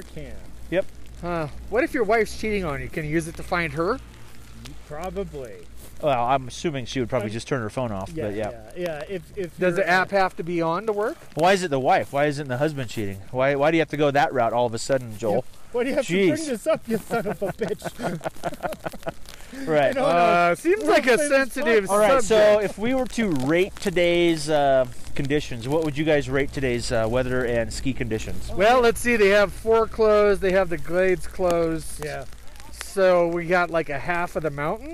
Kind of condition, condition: fault, wind noise